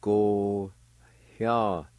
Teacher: The second part has a H sound right before the Y, and it's pronounced like this, go-hya.